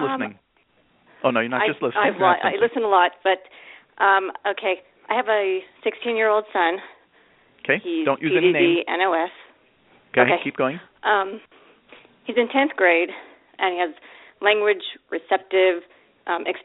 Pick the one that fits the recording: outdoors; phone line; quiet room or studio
phone line